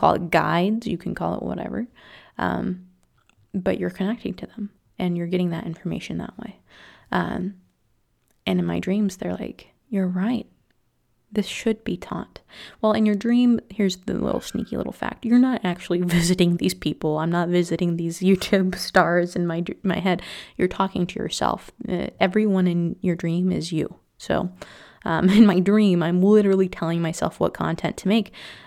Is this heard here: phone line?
no